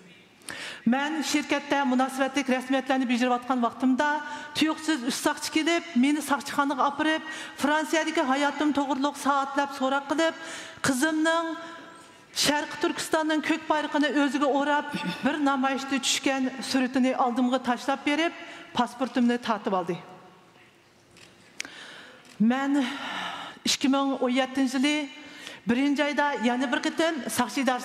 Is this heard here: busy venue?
yes